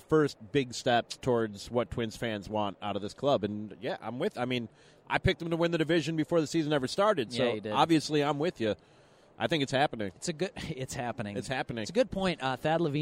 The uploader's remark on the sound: La Tortuga Night at Target Field. This show is a review of the experience recorded at the venue.